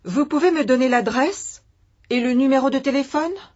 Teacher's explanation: It's really a statement, you can give me, which she's turned into a question by lifting her voice at the end.